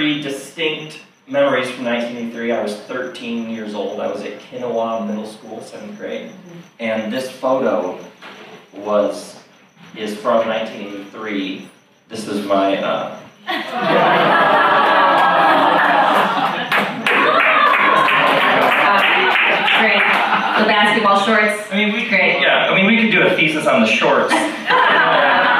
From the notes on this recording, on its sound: The sound quality of this episode is a bit rough. Recorded live at the NerdMelt Showroom, Los Angeles, California, U.S.A.